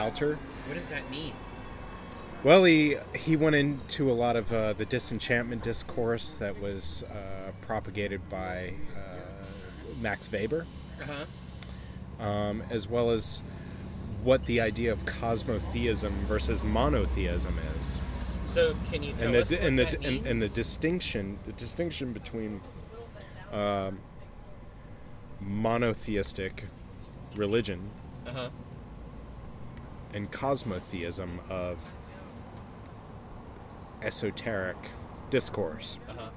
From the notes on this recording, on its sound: We recorded this outside at the Bird + Bear in Southeast Portland.